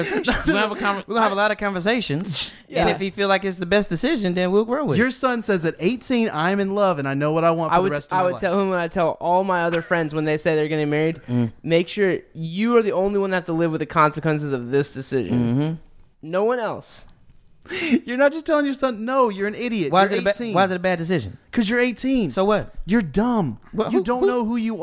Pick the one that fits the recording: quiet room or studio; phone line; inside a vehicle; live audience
quiet room or studio